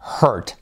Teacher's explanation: La R se la come, es lo que llamamos la R neutra o genérica. Hurt. ¿Cómo dirías, por ejemplo, me duele la cabeza?